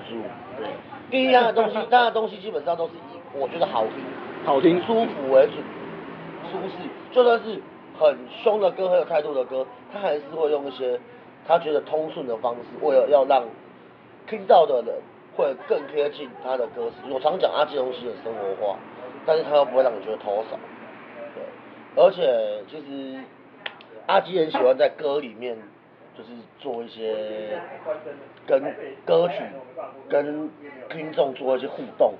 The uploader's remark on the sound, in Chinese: 錄音地點：台南 牽咖啡 Chen Coffee。